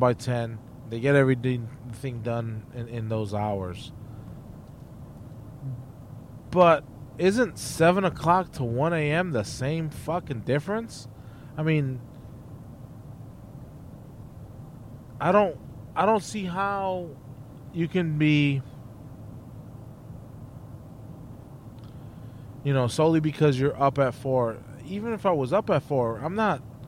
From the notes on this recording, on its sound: podcasting while driving